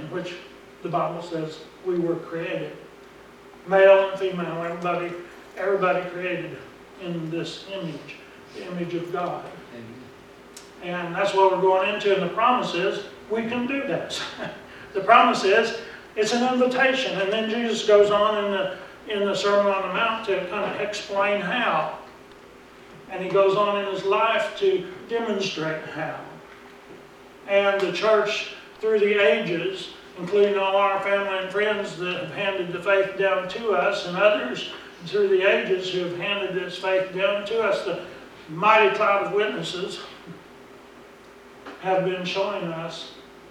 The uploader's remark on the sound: Preached at Briensburg UMC on November 3, 2019